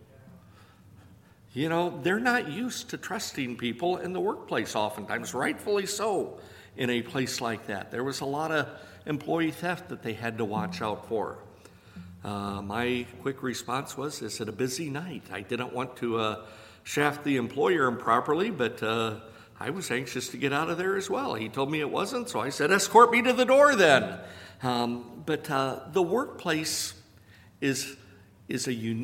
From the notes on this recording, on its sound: A few speakers and members of the audience share tips and experiences.